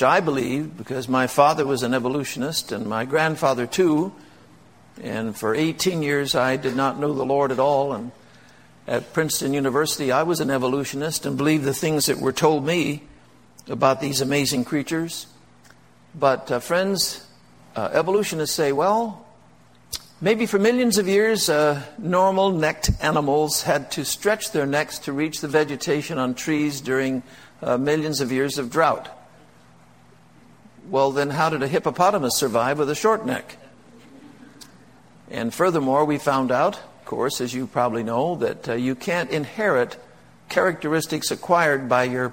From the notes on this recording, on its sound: They were originally recorded live. Delivered them to a conference at Appalachian Bible College in Mount Hope, West Virginia.